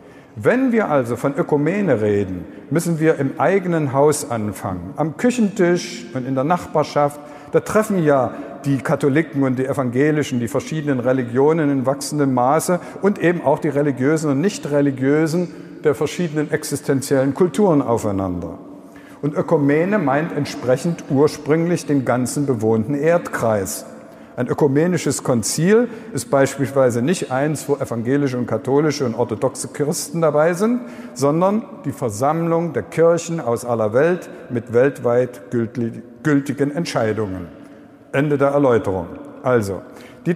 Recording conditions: live audience